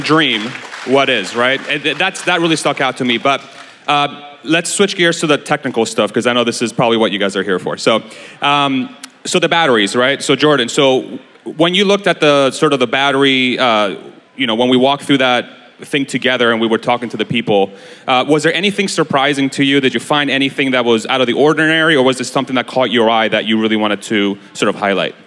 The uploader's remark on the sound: Tesla Con 2022 Panel. Hold a panel at the 2022 Tesla Con in Austin, TX.